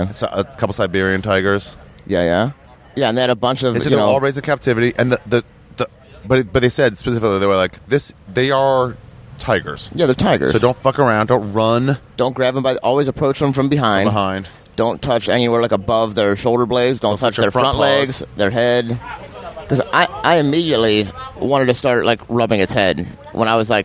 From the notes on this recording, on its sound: Sat down outside the airport in Chiang Mai, Thailand to talk about all the things we saw out there.